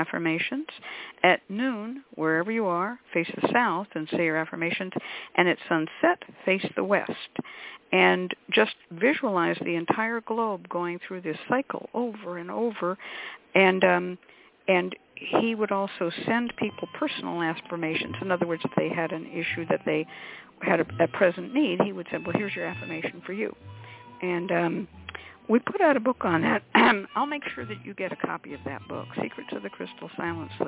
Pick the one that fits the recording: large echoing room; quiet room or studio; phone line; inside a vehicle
phone line